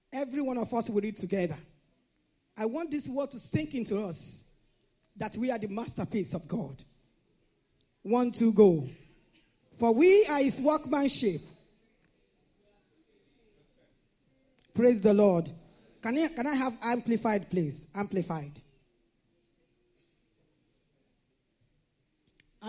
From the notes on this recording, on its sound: This Sunday Service message